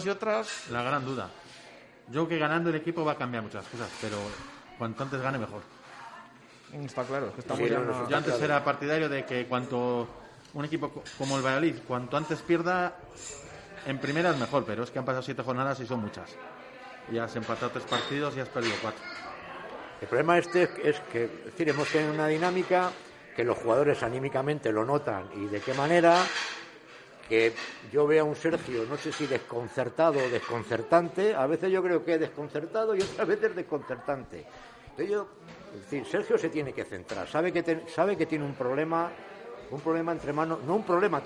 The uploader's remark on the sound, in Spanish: en directo desde el KOKOMO Sports Bar Santos Pilarica